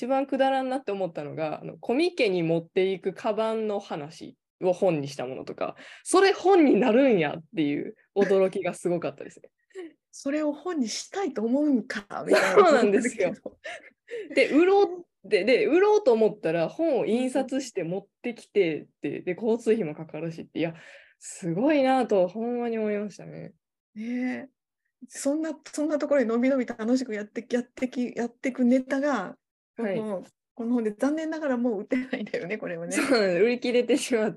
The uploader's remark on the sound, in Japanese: 収録場所： オンライン (Zoom)